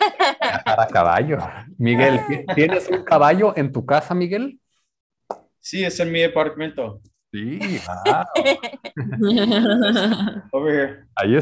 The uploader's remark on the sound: Spanish Class on Zoom.